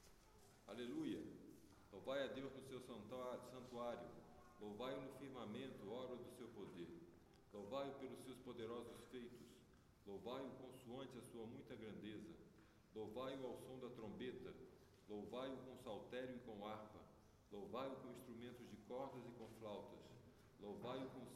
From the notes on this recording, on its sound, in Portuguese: Gravado no trabalho de Santo Antônio na Igreja Céu do Planalto em Brasília 2016.